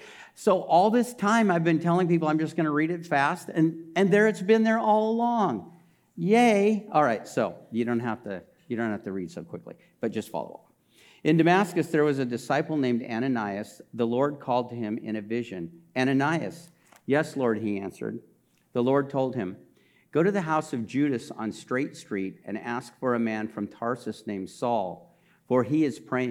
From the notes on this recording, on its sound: This message was recorded during a Sunday service on May 22, 2022